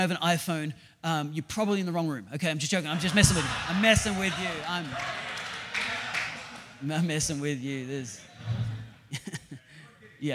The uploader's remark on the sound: This episode is a recording of our first-ever HYPE SESSION - SILICON VALLEY. This episode is a recording of our first-ever HYPE SESSION - SILICON VALLEY.